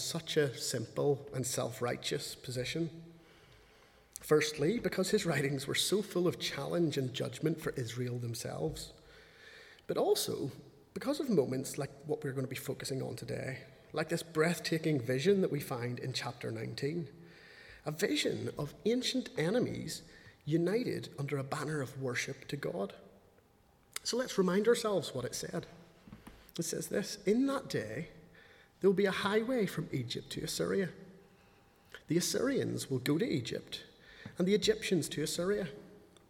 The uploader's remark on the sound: speaking at the 11 o'clock service